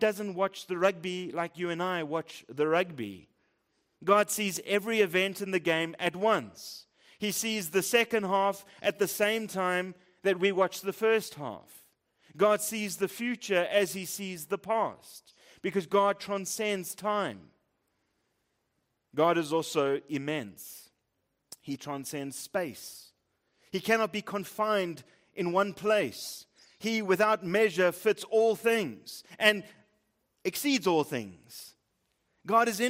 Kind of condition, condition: setting, large echoing room